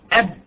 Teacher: يعني مثلا انا عايز اجيب مخرج البي اقول اب واشوف الصوت انتهى فين، لقيته انتهى عند الشفتين الاثنين حصل بينهم تصادم طلعوا لي حرف الب